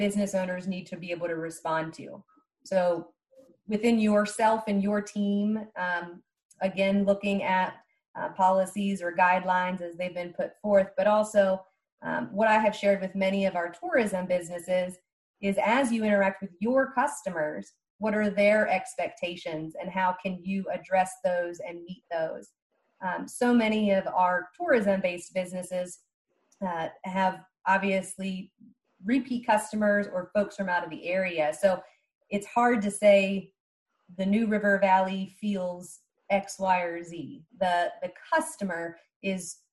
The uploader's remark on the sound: COVID-19 Virtual Town Hall meeting - Local/Small Business.